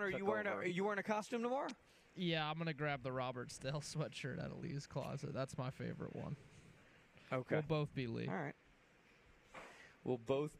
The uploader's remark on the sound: LIVE at Wingfingers!